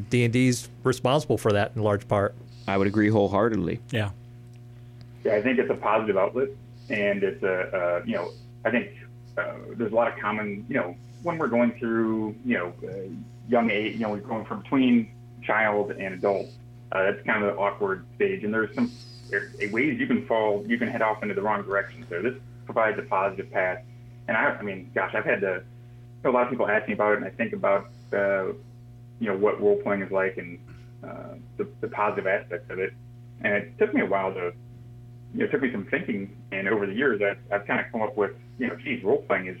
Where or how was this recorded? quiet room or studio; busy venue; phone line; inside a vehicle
phone line